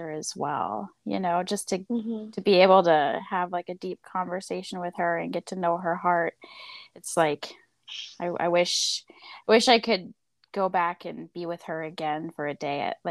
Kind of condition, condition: fault, drop-outs